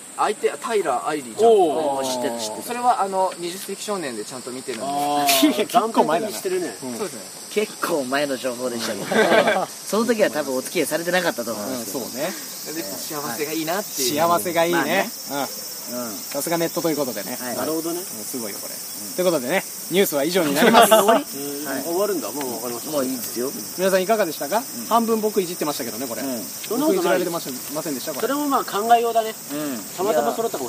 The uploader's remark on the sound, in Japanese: 撮影ため高尾山での収録。蝉しぐれに包まれた味のあるトークをご堪能ください。